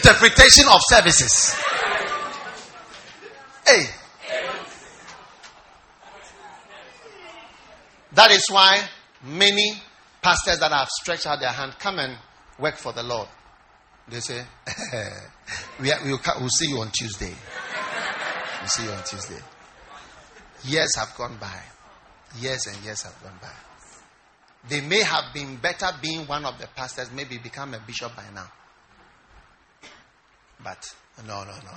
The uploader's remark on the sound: Preached at the First Love Church, Koforidua Polytechnic.